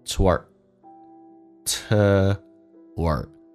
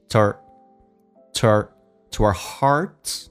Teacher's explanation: 元音跟元音之间又有个连音，这个加一个 w